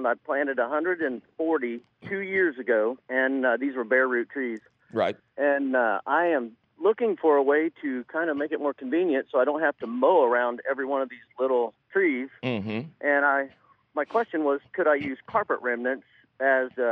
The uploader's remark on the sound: Of course, he takes your fabulous phone calls.